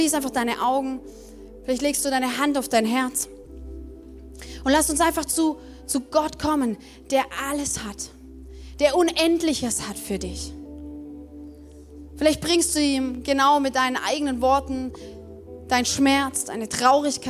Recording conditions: large echoing room